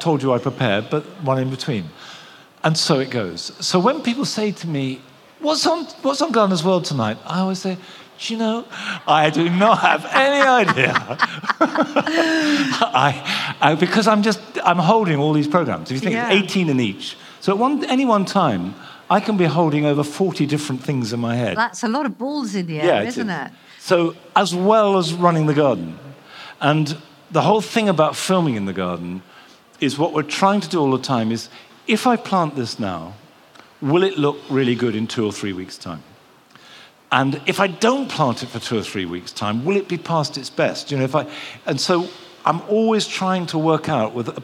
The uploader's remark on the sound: Recorded at BBC Gardeners’ World Live. The live audience listened.